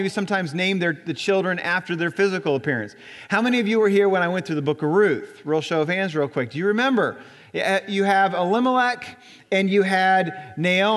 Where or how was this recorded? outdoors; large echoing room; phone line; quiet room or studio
large echoing room